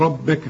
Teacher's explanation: الراء مفخمة دائما مدام مفتوحة